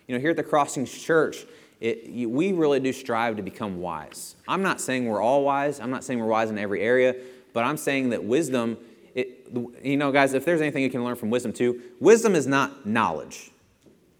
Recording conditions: large echoing room